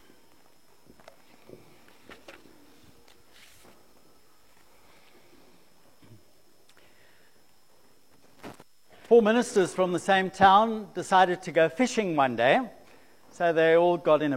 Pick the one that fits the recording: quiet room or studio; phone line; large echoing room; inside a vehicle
large echoing room